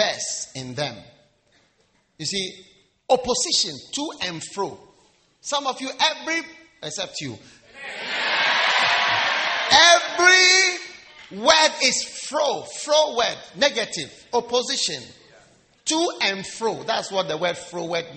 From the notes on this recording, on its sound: Preached at the Wisdom Impartation Service.